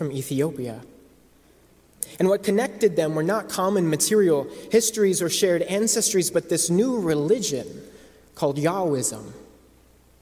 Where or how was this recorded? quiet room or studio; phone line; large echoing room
large echoing room